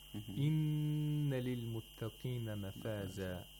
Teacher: All you have to do is you hold the sound of the noon for two vowel counts. As long as two vowel counts. · Term: ghunna